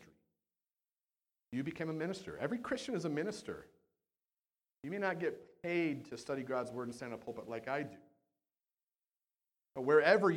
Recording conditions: large echoing room